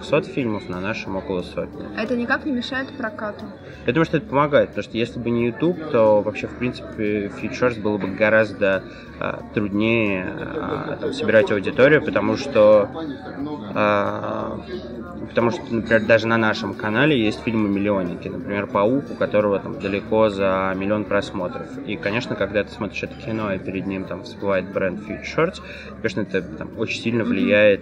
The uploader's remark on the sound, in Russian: Записан на фестивале «Кинотавр».